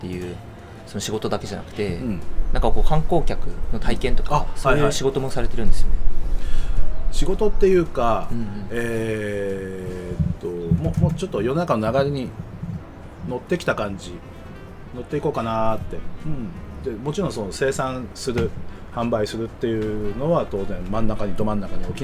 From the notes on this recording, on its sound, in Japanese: 奄美大島5日目。外で収録しているため、途中風によるノイズがあります。